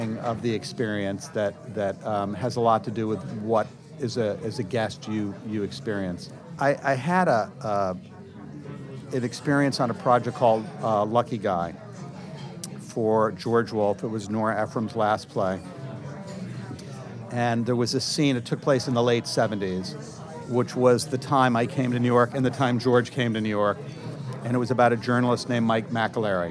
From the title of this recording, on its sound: Live from Orso